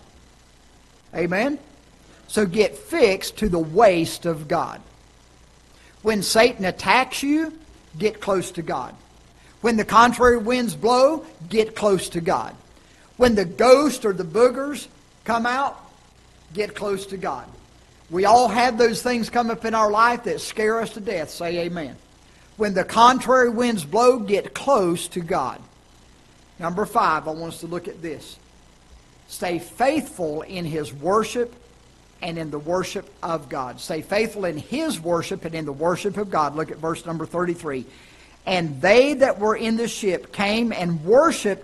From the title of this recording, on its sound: Ketha Heights Baptist Church ~ Live Broadcast